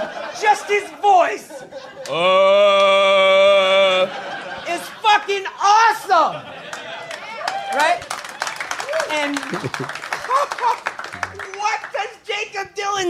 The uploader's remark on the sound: Live at Trepany House in LA. Big blowout bash blast at Trepany House in Los Angeles.